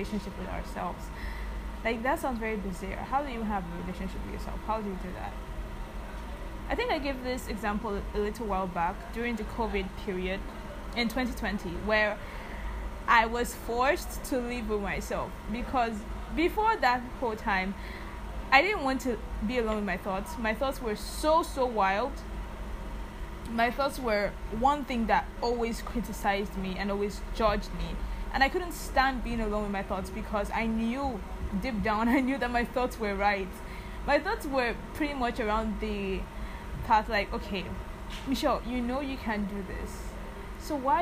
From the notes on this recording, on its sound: Also, kindly overlook the background noise, I’m back in Lagos and that means less quiet.